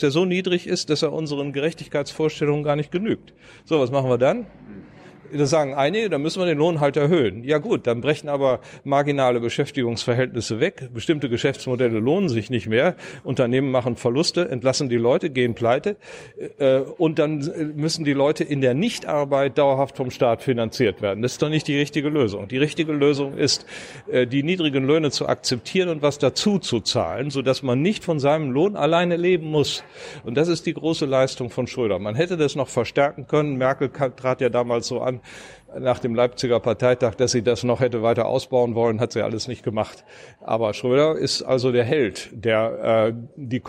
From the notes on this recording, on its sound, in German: November 2019 in der Berliner Buchhandlung "Ocelot" aufgezeichnet.